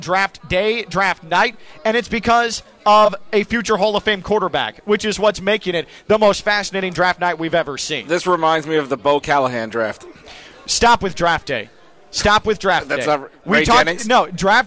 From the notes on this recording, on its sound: Draft Day Live From Palm Beach Kennel Club. On site at the Palm Beach Kennel Club at the Paddock Restaurant.